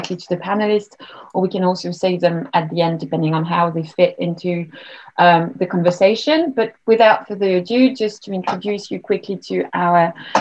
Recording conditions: video call